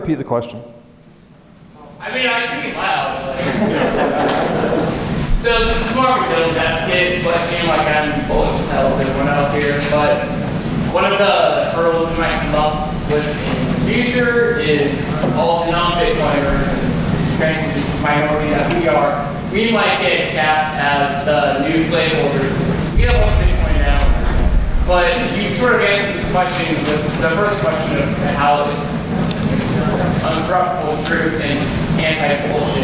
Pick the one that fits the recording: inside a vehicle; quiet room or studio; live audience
live audience